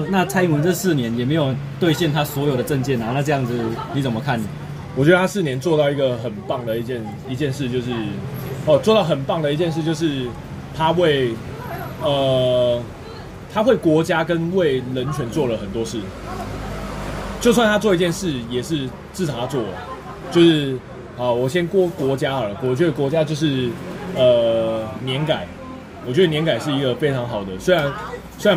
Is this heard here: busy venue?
yes